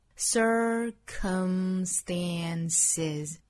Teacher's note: circumstances 重读还是在第一音节